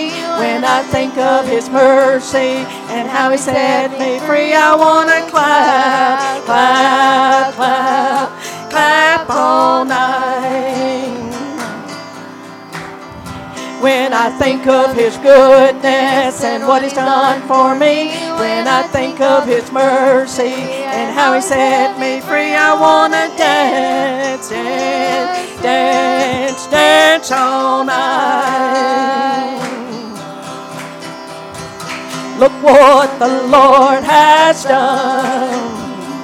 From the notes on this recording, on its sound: Preached at Gospel Lighthouse in Bossier City, La.